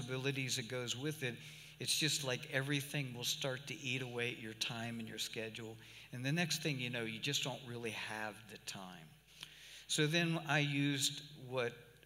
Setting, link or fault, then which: setting, large echoing room